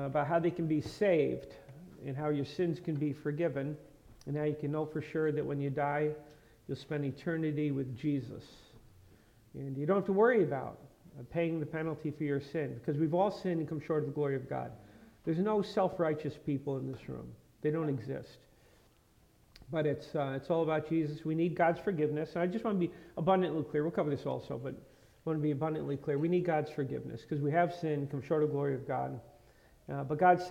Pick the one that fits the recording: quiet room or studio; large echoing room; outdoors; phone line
large echoing room